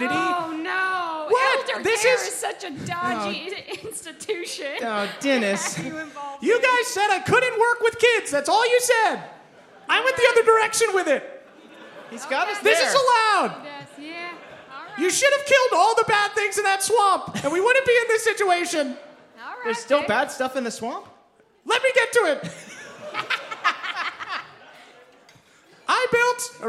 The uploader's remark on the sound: NaDDPod Live in Seattle. In our first ever live show!